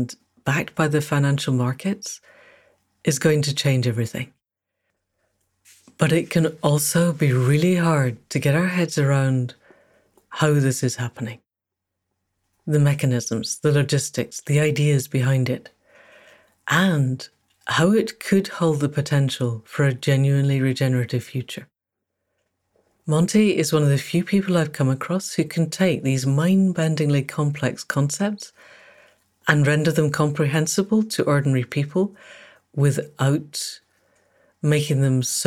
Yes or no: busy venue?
no